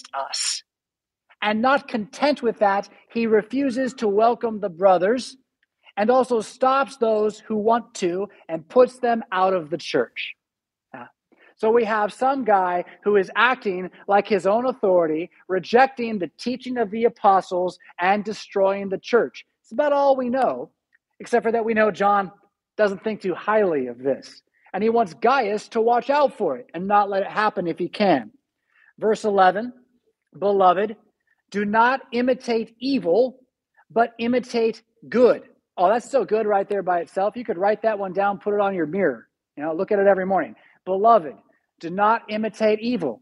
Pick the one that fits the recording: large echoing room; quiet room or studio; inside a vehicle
large echoing room